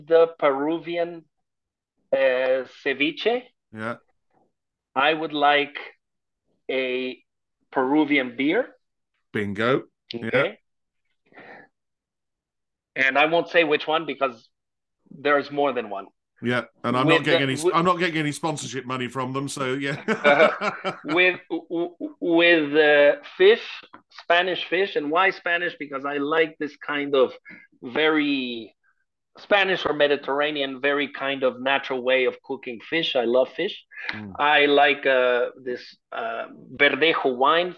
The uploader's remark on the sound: This interview was recorded on 1st June 2023 via Zoom.